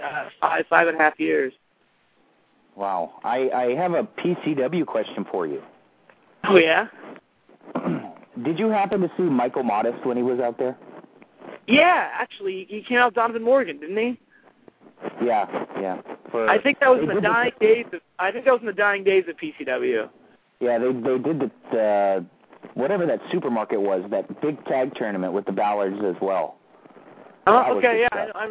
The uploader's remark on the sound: a very special "call in" guest